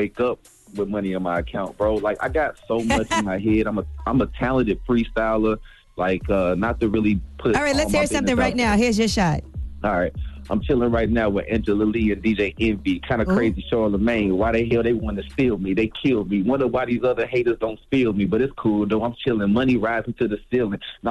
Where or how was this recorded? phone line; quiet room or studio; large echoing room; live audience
phone line